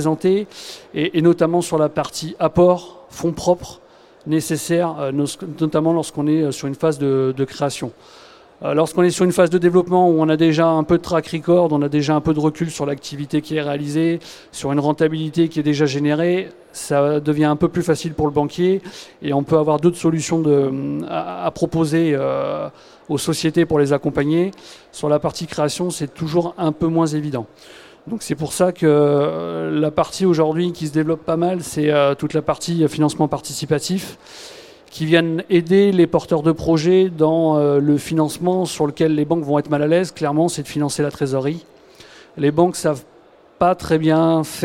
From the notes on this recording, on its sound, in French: Conférence donnée au salon BRADIS